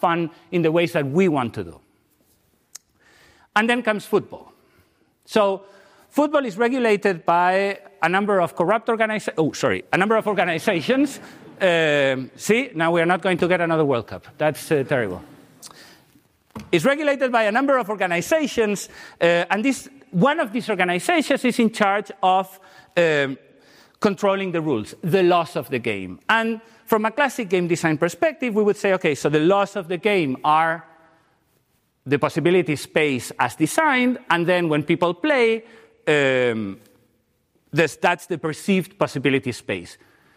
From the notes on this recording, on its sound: The lecture will take place at 13:00 in Auditorium 2.